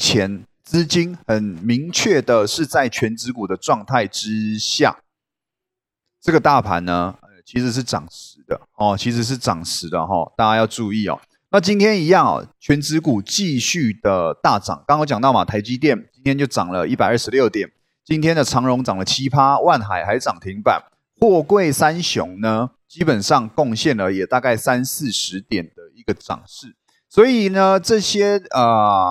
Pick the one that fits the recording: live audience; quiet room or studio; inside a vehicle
quiet room or studio